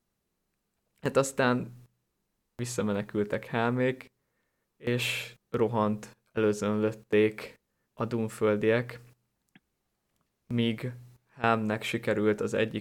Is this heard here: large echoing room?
no